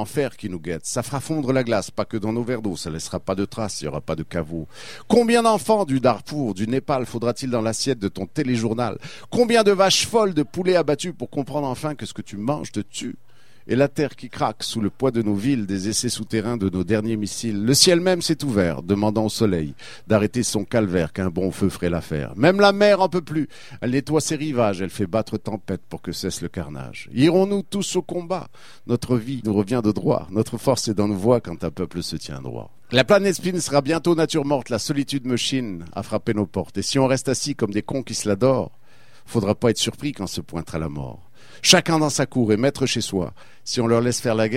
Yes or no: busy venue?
yes